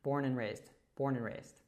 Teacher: So born and raised kind of becomes born and raised, born and raised. So that and hooks to the N from born, and we kind of drop the D at the end. · Term: connected speech